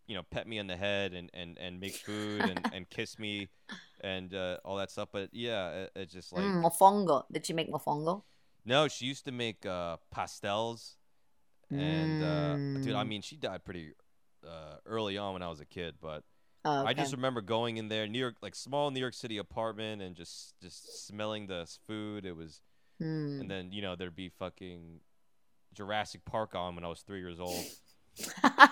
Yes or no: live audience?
no